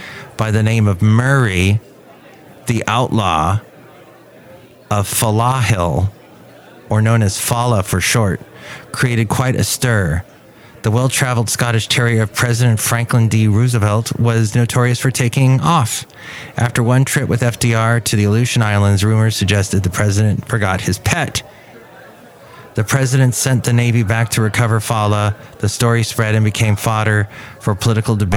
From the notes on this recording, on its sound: podcasts live from Café Anyway